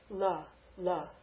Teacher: dental position, tongue flat